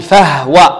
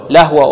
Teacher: هو إذا دخلت عليه الفاء والواو أو الواو أو اللام ماذا نصنع للهاء؟ نسكن الهاء